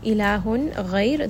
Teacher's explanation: Ilahun, here this is also going to be idhar because we see that there is the noon sakin or the tanween followed by another one of the throat letters. So we are going to give this noon sound a very clear sound of noon and then also spend tawassut on this.